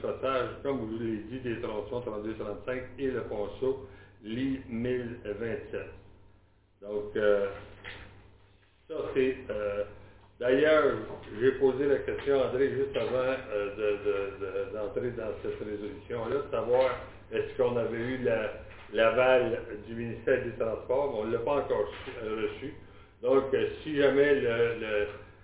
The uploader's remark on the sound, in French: Enregistrement de la séance extraordinaire du conseil municipal de Saint-Léon-le-Grand du 31 mai 2021